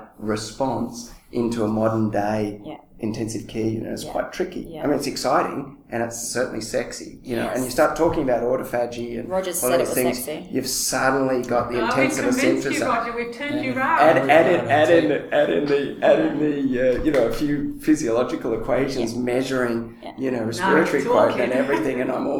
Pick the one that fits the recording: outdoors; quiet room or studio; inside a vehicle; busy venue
busy venue